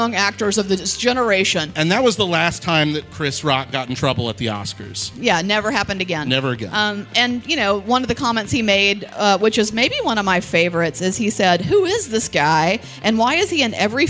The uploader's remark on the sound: LIVE! From the Actual Oscars Red Carpet. Recorded & Edited by Boutwell Studios.